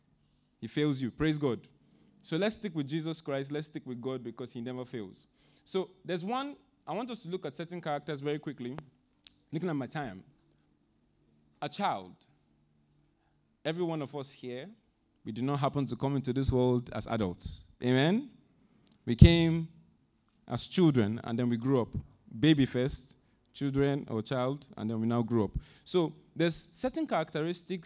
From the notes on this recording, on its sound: Audio recording of our Sunday Sermon